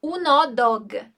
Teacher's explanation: Então a gente também emenda o un aqui junto com o dog.